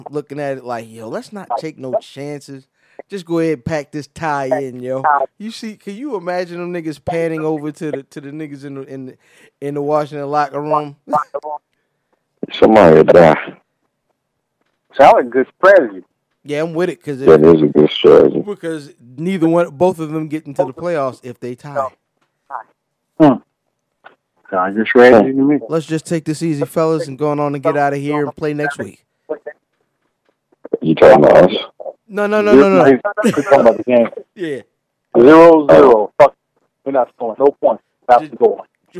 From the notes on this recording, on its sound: took a few moments to hop on the phone